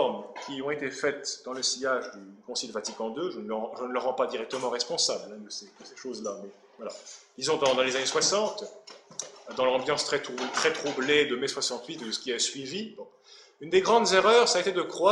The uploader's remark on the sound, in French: Cette conférence à eu lieu le 24 août 2013 à l'université d'été Academia Christiana.